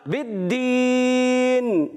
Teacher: دال مشدد ہے، تھوڑا رک کر ادا کریں گے